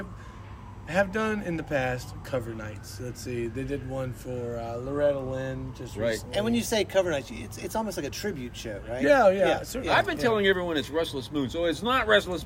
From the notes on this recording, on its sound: We sat outside for this one!